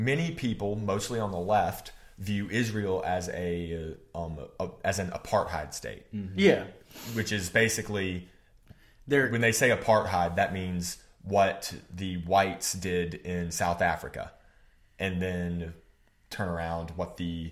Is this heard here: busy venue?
no